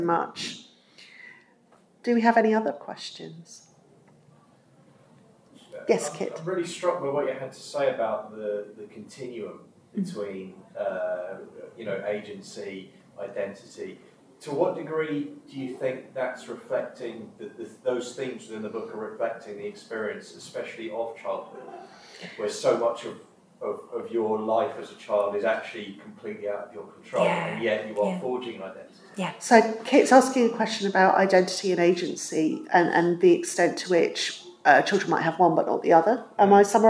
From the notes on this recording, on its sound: This episode was recorded live at FantasyCon 2022 so the sound is a little echoey.